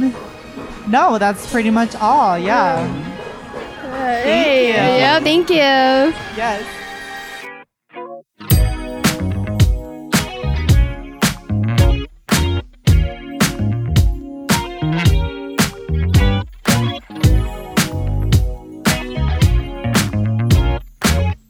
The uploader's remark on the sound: All these interviews were recorded at Hmongtown Marketplace in St. This was recorded during a busy time at the market, so there is a bit of background noise. We gave each of them a mic.